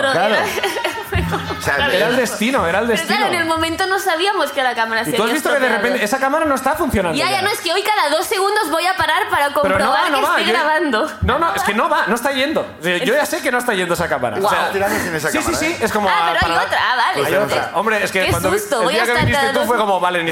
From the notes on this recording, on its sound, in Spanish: La Ruina desde Bilbao. Sube el público de Bilbo.